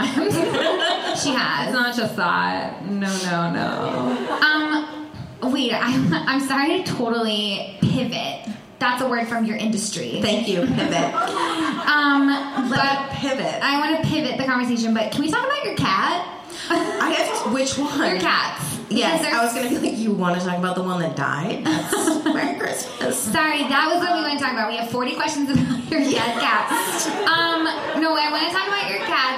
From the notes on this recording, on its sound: in this live show